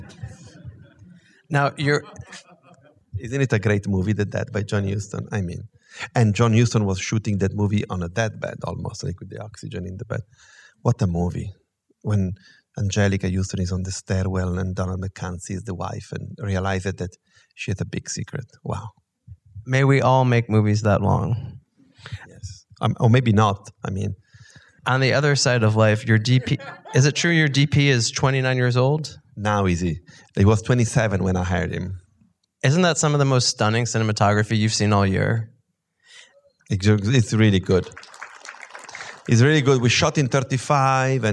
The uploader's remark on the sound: in a Q&A at the DGA theater in Los Angeles